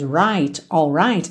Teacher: nas palavras right, alright, eu preciso do R ali para ligar na próxima letra, no caso I, ok?